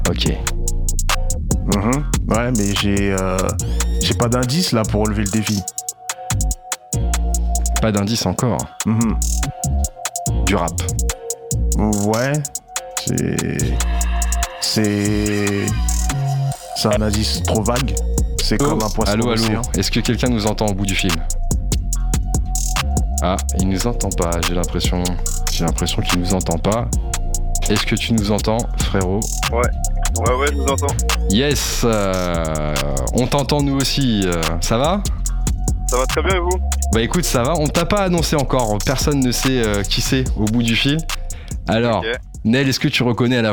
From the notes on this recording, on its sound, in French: nous contactons plusieurs artistes par téléphone